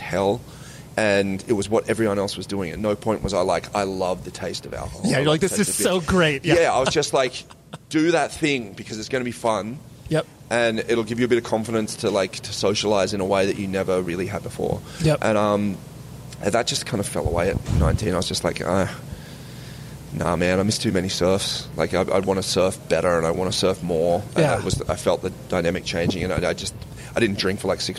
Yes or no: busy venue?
yes